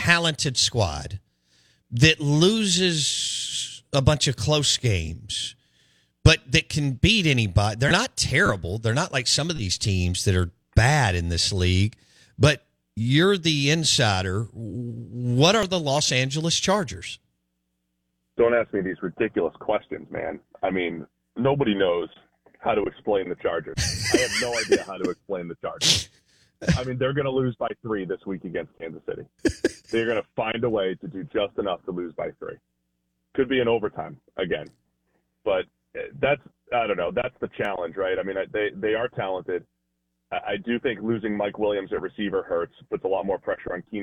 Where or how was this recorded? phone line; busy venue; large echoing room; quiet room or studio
phone line